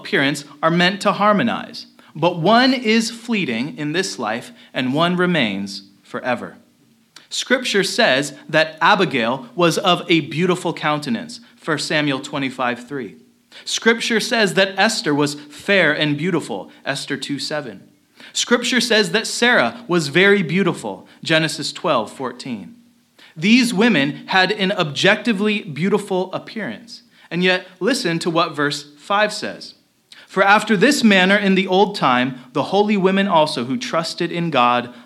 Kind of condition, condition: setting, large echoing room